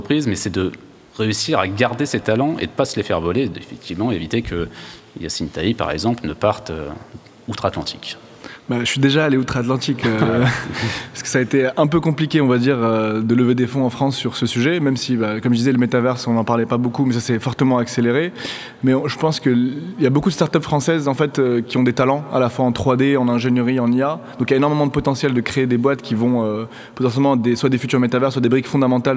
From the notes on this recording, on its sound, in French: Enregistré en public à Station F.